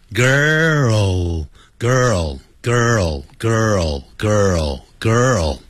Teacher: 你那个 L 音呢在字尾的时候啊要念成 o